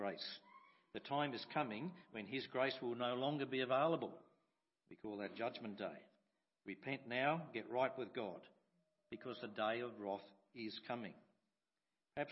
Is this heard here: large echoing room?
yes